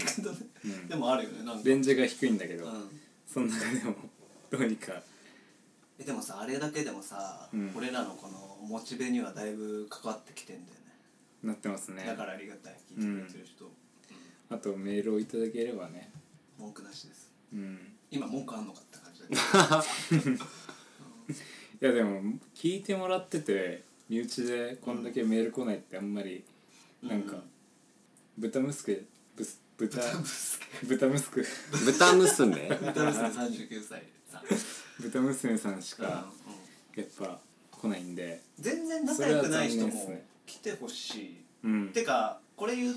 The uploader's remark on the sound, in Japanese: みんなちょっと酔っ払っててへべれけです。家で収録してたので声が大きめです。